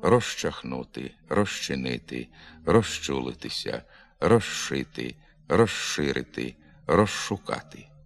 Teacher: Звук «з» у префіксі «роз» перед глухими шиплячими «ш», «ш» змінюється на «ш».